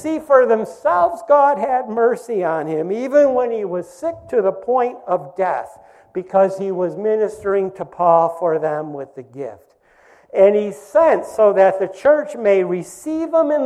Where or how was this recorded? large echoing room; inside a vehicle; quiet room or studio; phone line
large echoing room